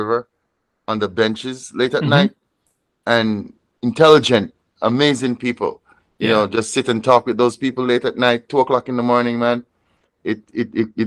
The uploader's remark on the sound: Interview recorded July 13, 2023 via Google Meet